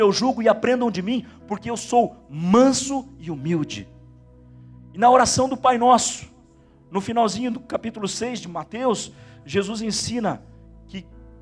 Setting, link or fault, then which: setting, large echoing room